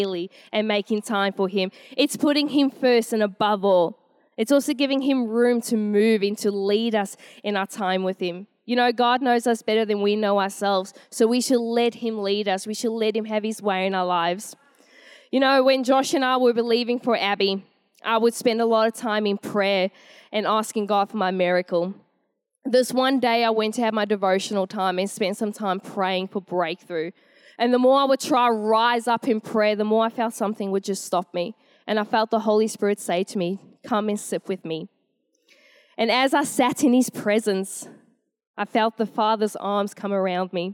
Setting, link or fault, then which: setting, large echoing room